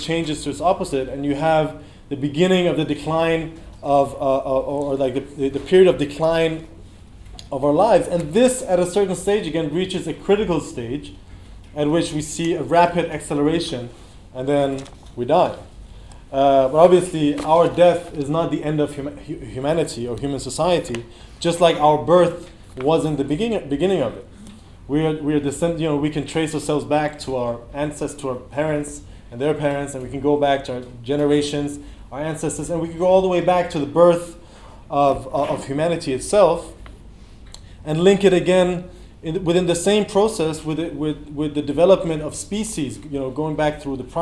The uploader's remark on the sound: In this talk from the 2018 Revolution Festival